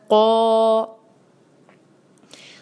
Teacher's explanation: قوطیعتن میں جو ہے قوف وہی ہیوی حلق ہوتا نا زبان کے پیچھے چھت سے لگا کے زور کے ساتھ